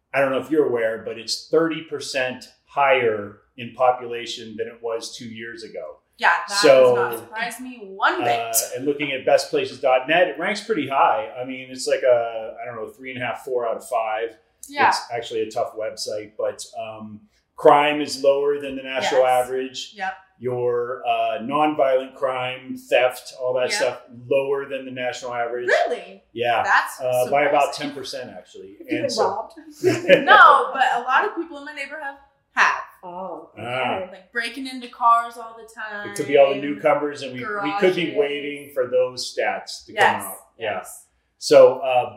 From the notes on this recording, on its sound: Salt Lake City, UT. We decide to put some new cameras to use and actually shoot a pod with her roommate. The mic quality on the cameras wasn't the best.